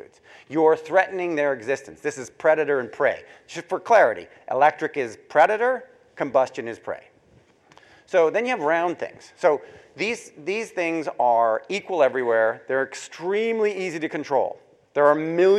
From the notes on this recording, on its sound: to a live audience at The Northern Miner's Progressive Mine Forum held at the MaRS Discovery District in Toronto in October 2018